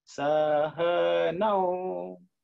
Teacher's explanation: So again, here it's shorter A, sahanau, this au, okay, this AU come together. But au is at the top, as slightly at a higher pitch. Sahanau. Then again, bhunaktu is the same level, or middle level.